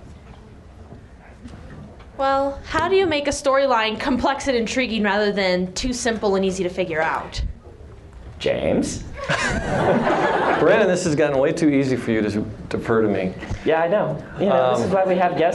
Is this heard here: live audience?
yes